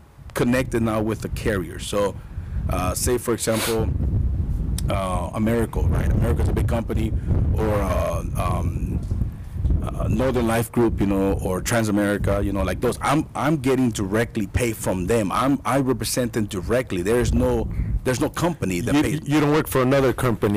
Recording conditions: wind noise